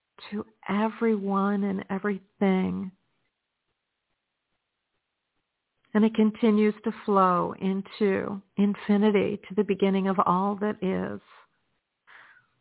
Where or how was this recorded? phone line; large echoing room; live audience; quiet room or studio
phone line